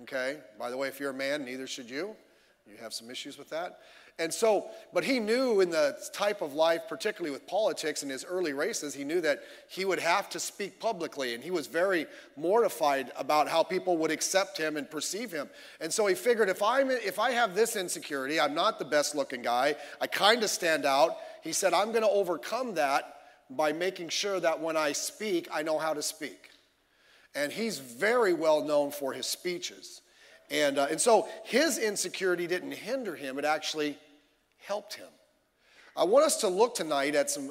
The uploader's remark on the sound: Sunday Evening Service